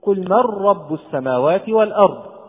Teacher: حدث تكرار لحرف الراء، وهذا التكرار يعد لحنا